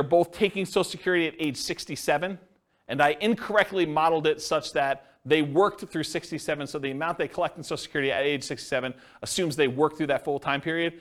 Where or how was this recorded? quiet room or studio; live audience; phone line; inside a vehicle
live audience